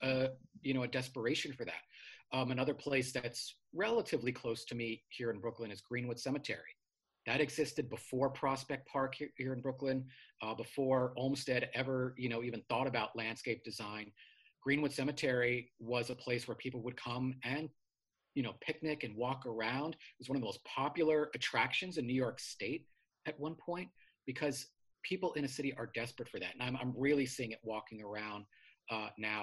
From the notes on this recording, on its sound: They chatted via Zoom.